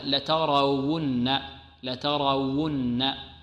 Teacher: ونغن النون المشددة أو نظهر الغنة فيها